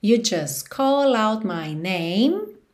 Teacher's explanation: Repara como você não ouve o T nem do just, nem do out.